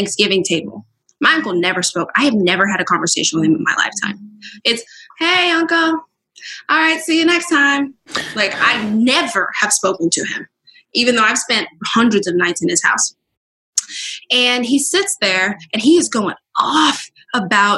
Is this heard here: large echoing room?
no